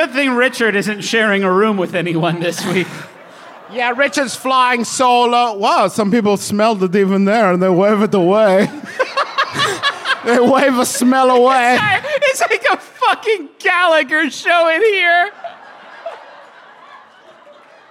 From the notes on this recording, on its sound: It’s the one and only MBMBaM live show of 2021, from the beautiful Grand Sheraton in Seattle for Emerald City Comic Con